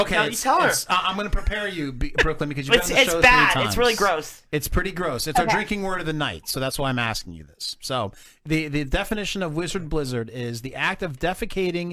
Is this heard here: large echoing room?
no